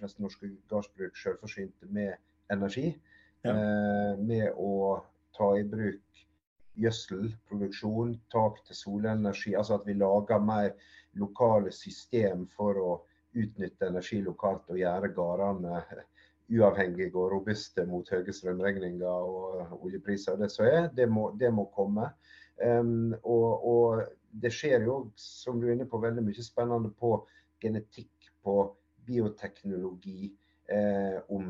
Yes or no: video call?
yes